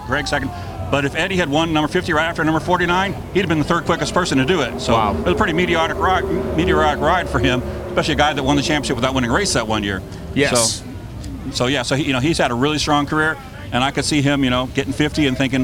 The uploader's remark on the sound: On this live edition of the NHRA Insider Podcast. It’s all LIVE from Pomona!